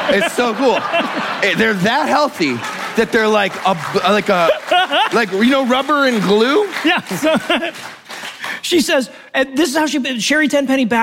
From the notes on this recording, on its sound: Live from QED 2022 in Manchester, England